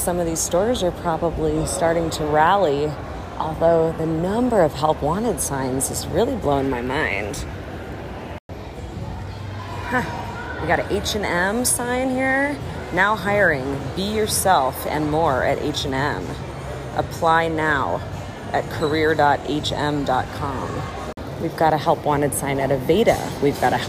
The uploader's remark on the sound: Sound Tour of Cherry Creek Mall. An audio exploration of Denver's popular shopping center.